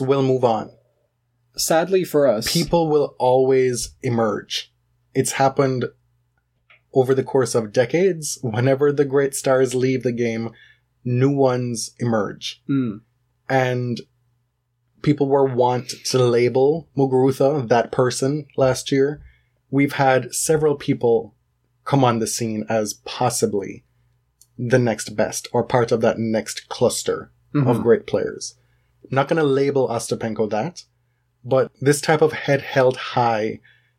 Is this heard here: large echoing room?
no